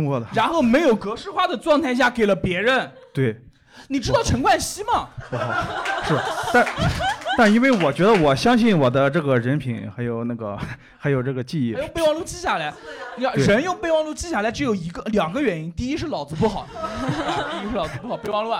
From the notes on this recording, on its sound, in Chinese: 现场观众